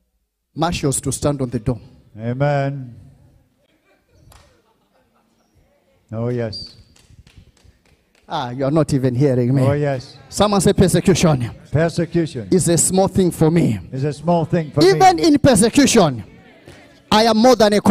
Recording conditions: live audience